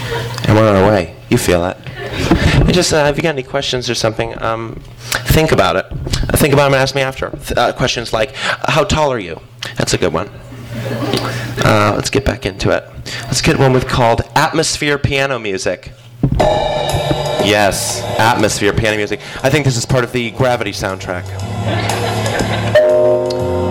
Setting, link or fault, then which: setting, busy venue